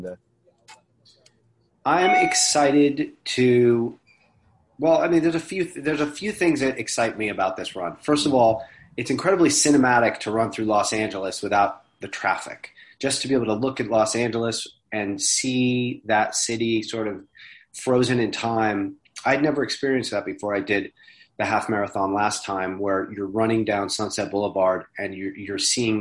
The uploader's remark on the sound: it was conducted over zoom